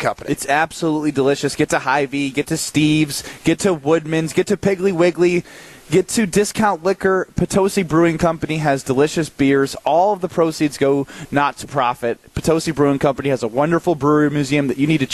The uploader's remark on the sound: Live from U Ridge for the Am Fam Championship.